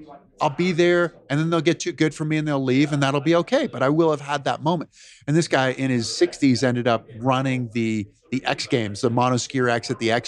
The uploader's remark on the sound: We are live from the GoBundance event